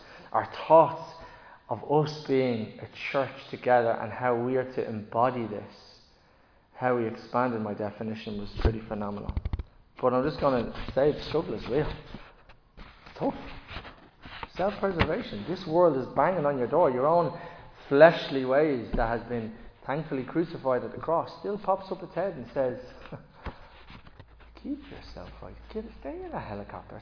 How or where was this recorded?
large echoing room